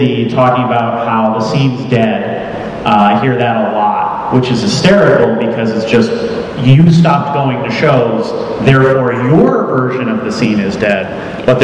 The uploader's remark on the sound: As part of the 2015 Electric City Music Conference, NEPA Scene presented a “State of the Scene” panel discussion in front of a live audience at the AfA Gallery in downtown Scranton.